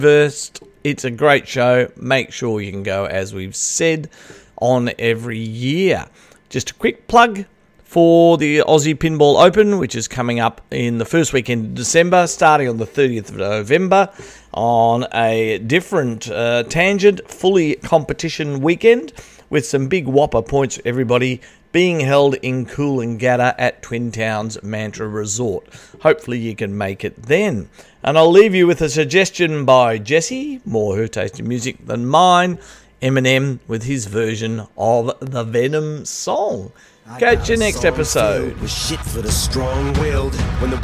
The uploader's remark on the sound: Pinfest - LIVE From Newcastle. After we attended Australia’s largest and longest running pinball show.